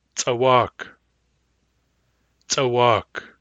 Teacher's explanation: tsawak has a long vowel in the second syllable and it is stressed on the second syllable